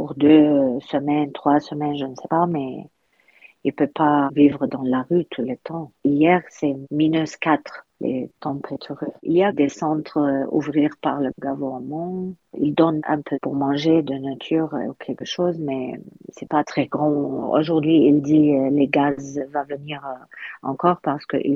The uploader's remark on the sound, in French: Nous avons joint par téléphone en Turquie. Émettant en FM depuis Gaziantep une ville située au sud-est de l’Anatolie.